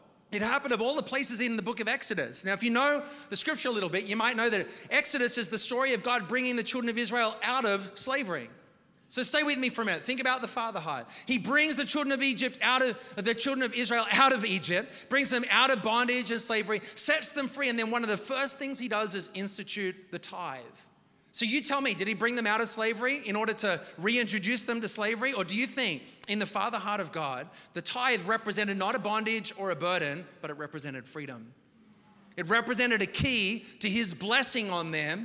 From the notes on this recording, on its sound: preached this message on October 29th at our Union Square Community